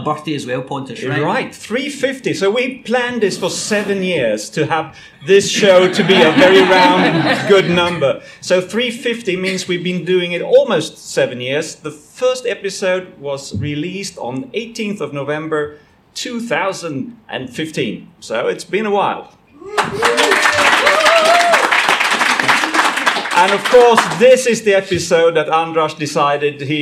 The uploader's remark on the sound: Live at QED! Our live recording at QED in Manchester.